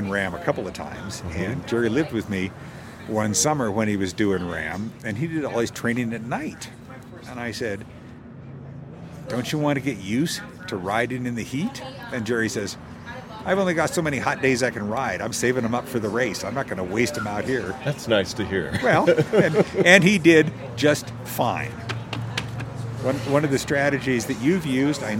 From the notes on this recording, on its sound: Our studio is under construction due to flood damage - we're outside so please forgive the truck and traffic noise.